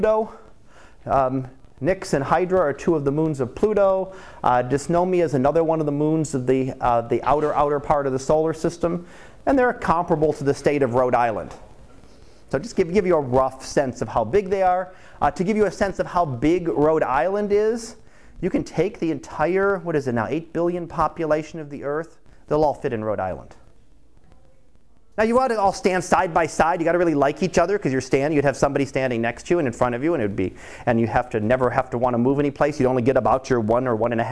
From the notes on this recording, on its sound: Live Class Lecture.